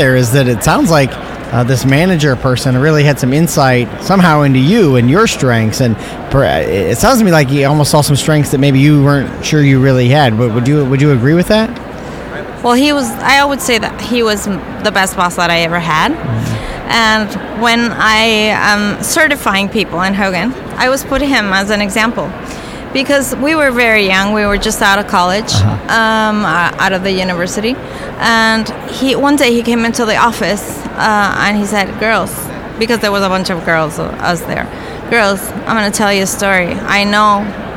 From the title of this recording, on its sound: Live from SIOP